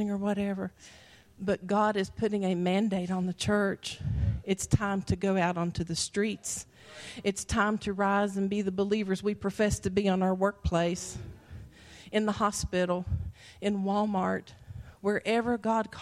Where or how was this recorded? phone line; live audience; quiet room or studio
live audience